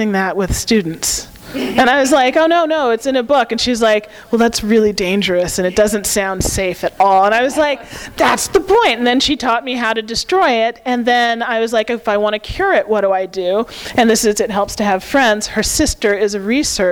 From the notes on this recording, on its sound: THIS EVENT WAS RECORDED LIVE AT SKYLIGHT BOOKS MARCH 25, 2013.